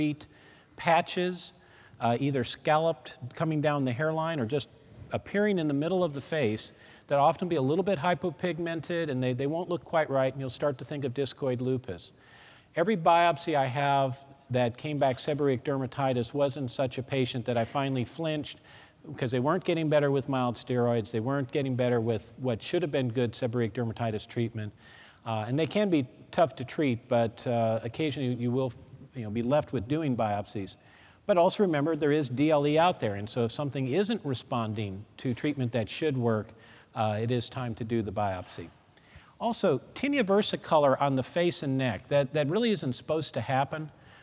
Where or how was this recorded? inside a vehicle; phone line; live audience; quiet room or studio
live audience